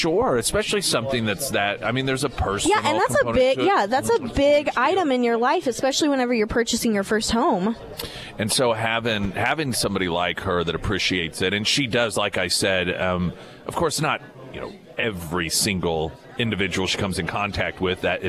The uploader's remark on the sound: live at Scramblers Diner for the Friday Road Show